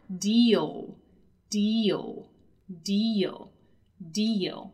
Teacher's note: not only I have that long E sound, but I also have the peculiar L sound in English, right? Which is always L, L, L.